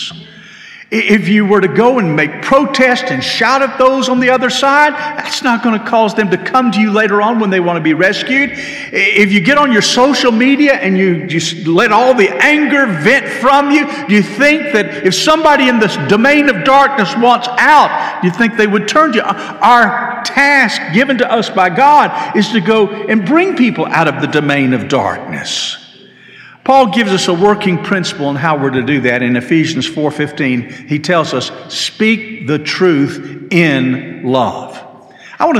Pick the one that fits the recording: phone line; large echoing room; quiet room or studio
large echoing room